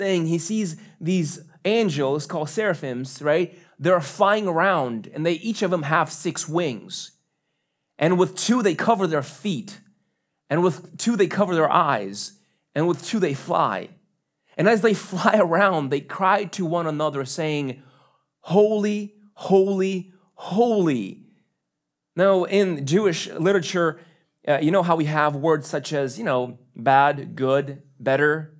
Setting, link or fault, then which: setting, large echoing room